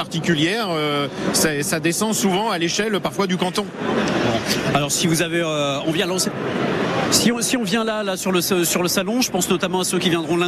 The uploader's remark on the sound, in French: Emission spéciale en direct du Salon International de l'Agriculture